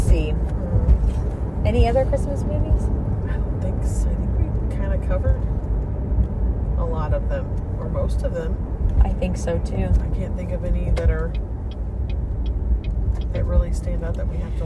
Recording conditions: inside a vehicle